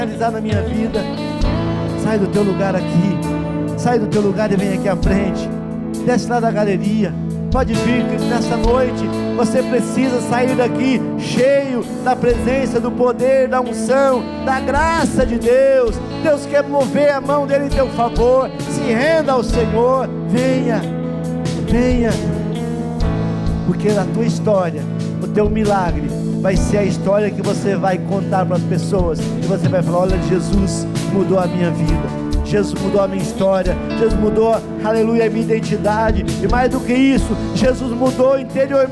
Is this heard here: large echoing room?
yes